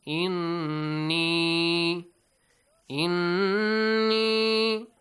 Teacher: extend the sound to two beats and also produce a nasal sound · Term: Noon mushaddad